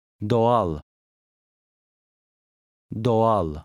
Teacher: The soft G lengthens the first vowel.